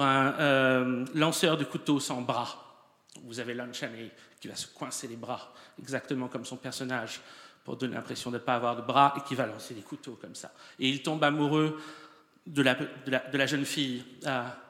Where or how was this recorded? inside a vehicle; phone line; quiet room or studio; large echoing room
large echoing room